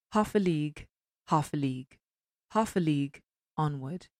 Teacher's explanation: Hear that stressed, unstressed, unstressed, stressed sequence. The first part with the troche, half, stressed, unstressed. · Term: choriambic meter